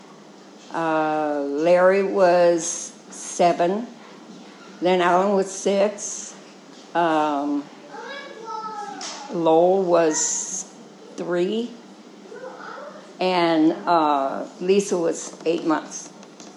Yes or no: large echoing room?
yes